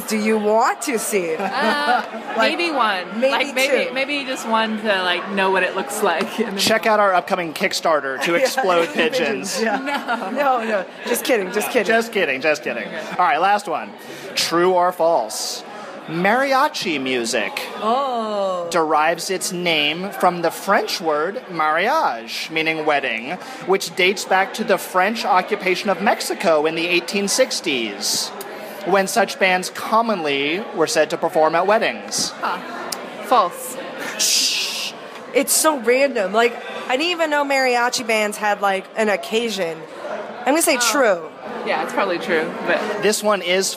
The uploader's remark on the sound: We recorded short segments in secret at the wedding reception as a surprise for him.